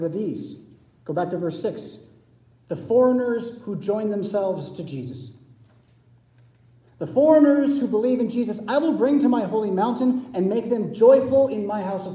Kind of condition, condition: setting, large echoing room